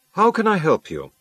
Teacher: Notice the falling intonation of the doctor's W questions.